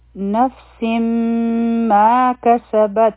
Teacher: په تا باندې چونکې سکون دی نو دلته کې به مونږ همس کو. په دې کې به آواز ختم شي د تا لیکن هوا به جاری وي.